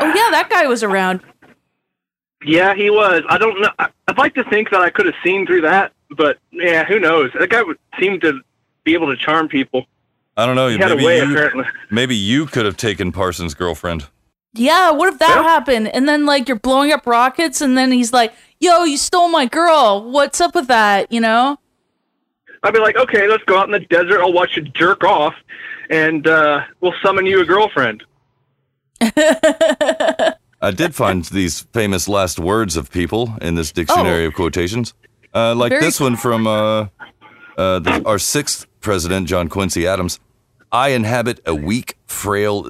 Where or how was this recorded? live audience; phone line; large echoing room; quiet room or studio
phone line